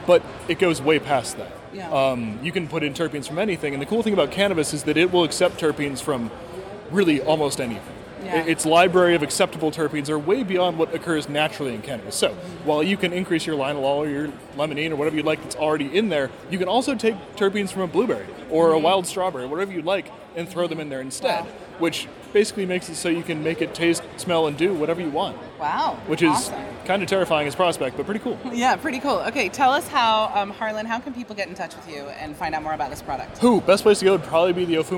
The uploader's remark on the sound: This podcast was recorded live from the show floor of MJBiz Con 2019 in Las Vegas, Nevada.